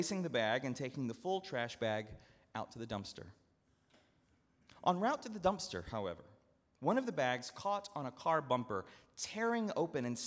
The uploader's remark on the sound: at Northminster Church on June 16, 2019